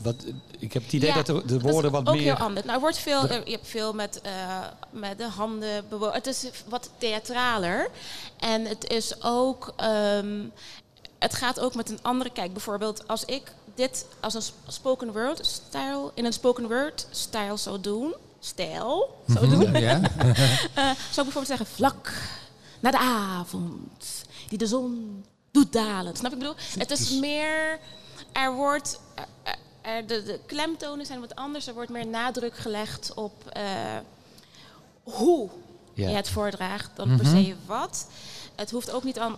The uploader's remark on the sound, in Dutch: Live in de LocHal